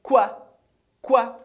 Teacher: Importante mesmo é que oi em francês sempre vai ter o som wa.